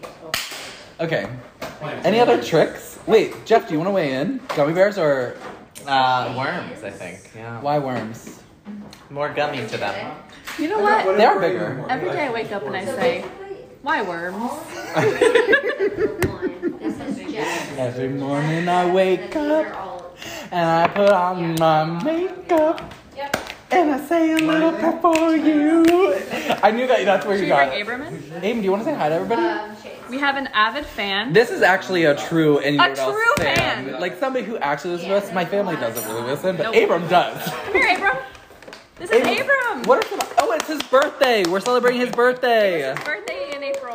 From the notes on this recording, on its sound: with a live studio audience